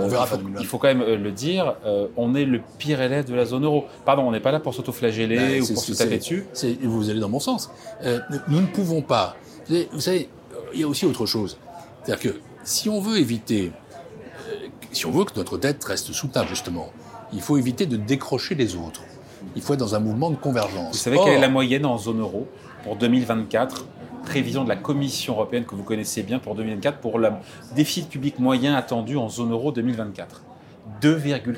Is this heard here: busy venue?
yes